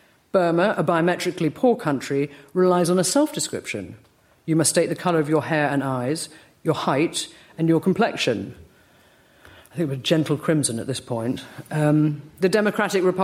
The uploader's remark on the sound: LRB Winter Lecture delivered at the British Museum